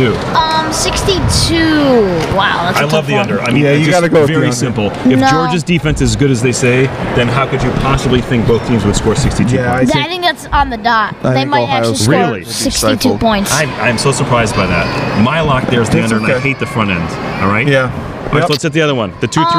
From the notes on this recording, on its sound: Sangertown Mall- On Location. Record in front of an eager audience at the Sangertown Mall in New Hartford.